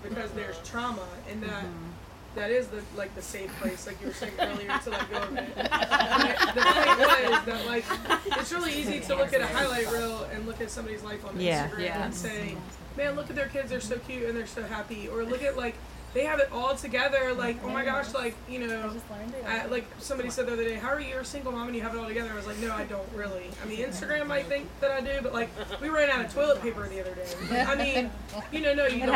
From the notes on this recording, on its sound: Our live recording/launch party kept going after we said bu-bye.